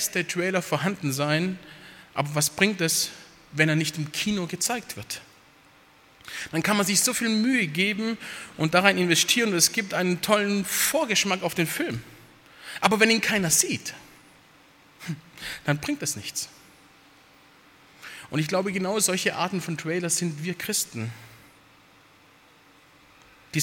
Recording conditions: large echoing room